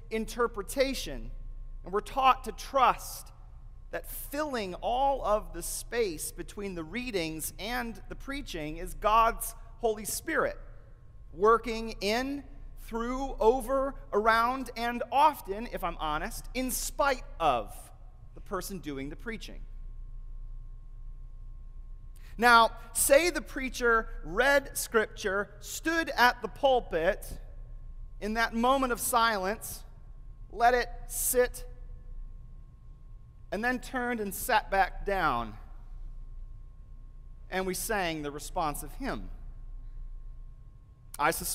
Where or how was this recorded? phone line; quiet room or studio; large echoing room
large echoing room